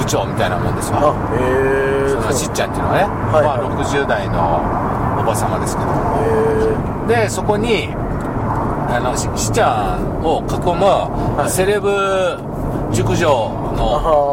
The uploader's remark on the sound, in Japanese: ドライビング対談収録をいたしました